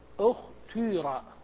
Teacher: أن تضم الشفتين كأنك تريد أن تنطق بضمة واو لكن تنطق كسرة وياء، فتقول في اختار اختيرا. · Term: الإشمام